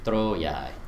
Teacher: I'm accenting throw, and my yai is still long · It's just a matter of a little more acoustic emphasis on the throw than the yai.